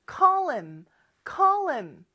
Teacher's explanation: 원어민들이 발음하다 보면요. 요 h가 사라지고 · Term: 연음